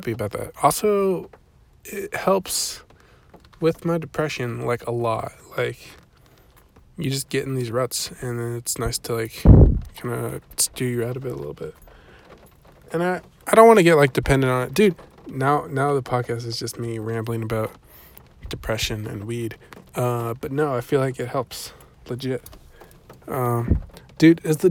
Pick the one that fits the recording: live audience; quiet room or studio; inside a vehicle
inside a vehicle